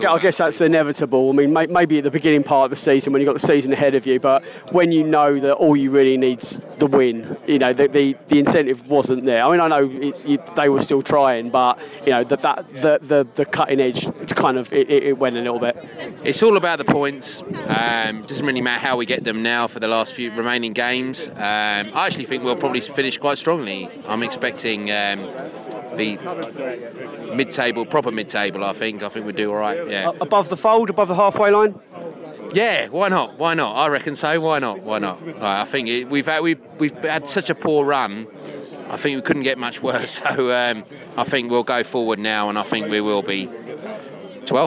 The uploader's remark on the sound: Post Match Podcast from the pub